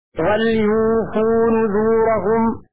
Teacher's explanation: بسكون الواو وتخفيف الفاء من أوفى إيفاء